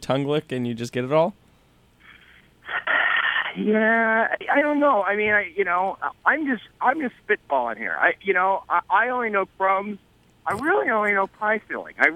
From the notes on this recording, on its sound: phones in another riveting interview